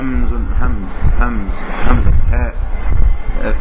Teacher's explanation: قلنا أقصى الحلق فيما يلي الصدر مباشرة بيخرج منه همز هاء. وانت لو وضعت صباعك هنا على موضع المخرج هتلاقي انه برن في صباعك همز همز همز همز هاء.